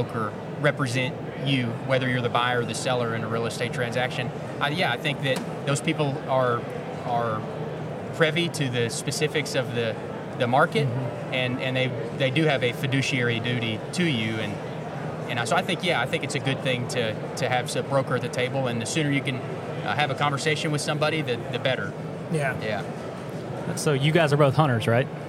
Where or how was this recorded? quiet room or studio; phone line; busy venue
busy venue